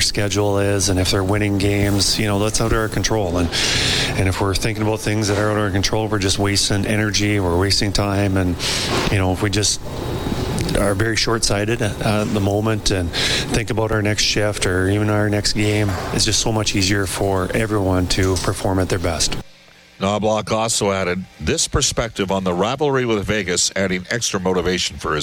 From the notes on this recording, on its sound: Opens the show from Vegas. Live from T-Mobile Arena.